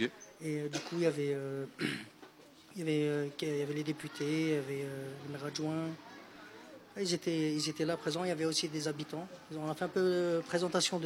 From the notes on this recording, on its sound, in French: Diffusé en direct sur RBS le 6 Mai 2023 depuis la Rue Watteau à l'Elsau, à l'occasion de l'événement "Capsule Temporelle" de la Compagnie Lu²